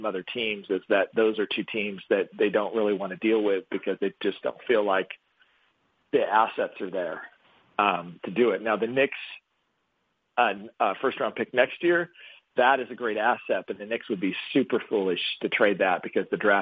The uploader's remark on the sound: hosts a conference call